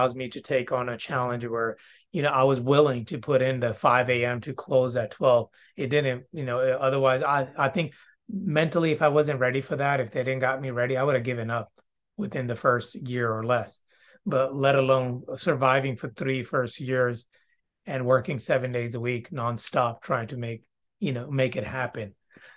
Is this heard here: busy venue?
no